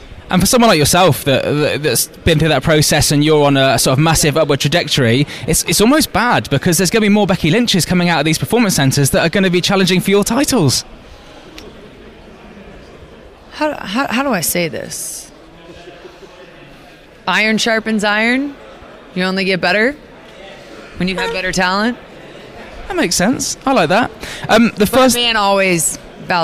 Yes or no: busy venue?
yes